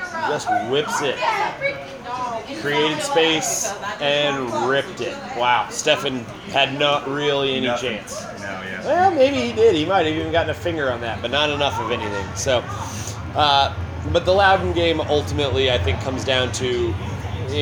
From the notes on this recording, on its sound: record live at Saints during the USMNT vs Jamaica game